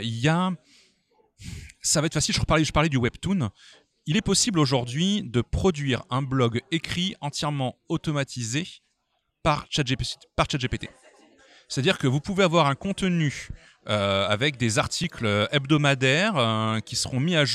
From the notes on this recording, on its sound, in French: lors de la dernière édition du festival Quai des Bulles à Saint-Malo